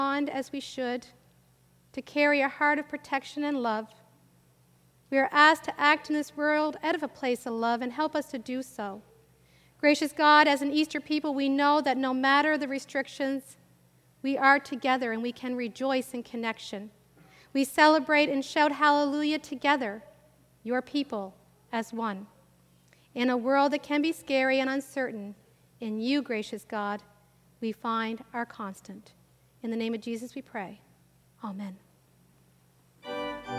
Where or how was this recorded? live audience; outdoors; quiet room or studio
live audience